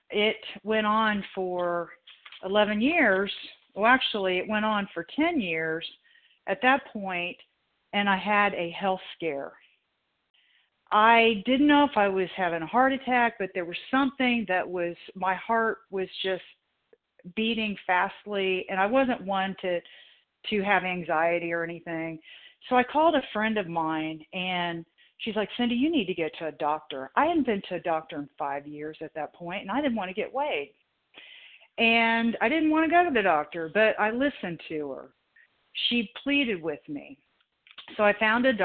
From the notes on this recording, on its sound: the 100 Pounders Phone Meeting